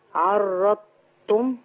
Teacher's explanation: اما اقول عرضتم يبقى انا عملت تاء بدل الضاد